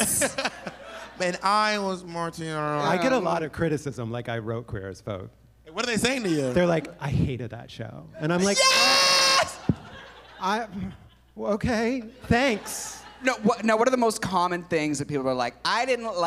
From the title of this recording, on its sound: Live]